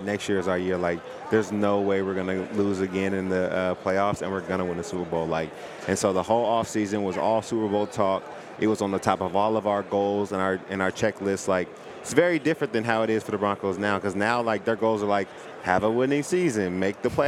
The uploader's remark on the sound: LIVE from Super Bowl Radio Row